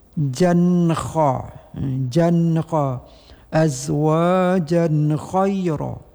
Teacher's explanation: Dan apabila langsung tidak waqaf ataupun dengan wasal, maka di sini kita lihat setelah mat, setelah baris dua dengan tanwin ini bertemu dengan kha, yaitu dengan idhar tidak berdengung. Jelas bunyi nun mati